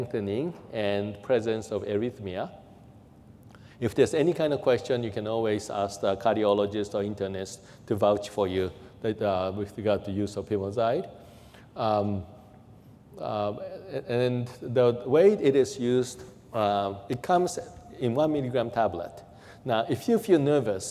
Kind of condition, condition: setting, large echoing room